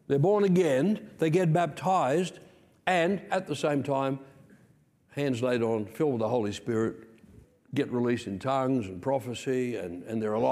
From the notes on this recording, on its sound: Recorded Sunday 2/7/2023 Peace Christian Church, Rockhampton Qld